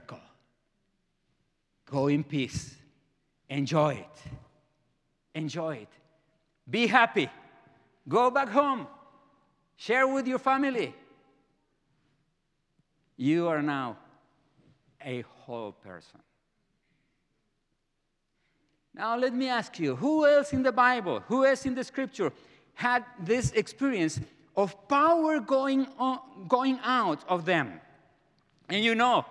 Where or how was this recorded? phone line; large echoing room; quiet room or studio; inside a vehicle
large echoing room